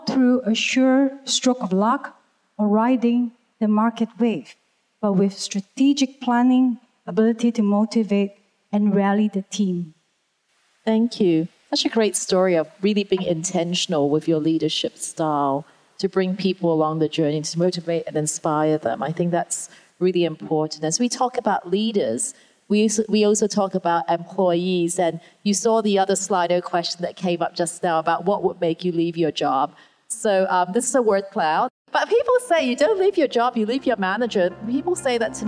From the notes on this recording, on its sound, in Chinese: 四位「偶像」太愛也太會聊天導致氣氛太熱絡，我們不知道怎麼才能把現場的笑聲剪掉！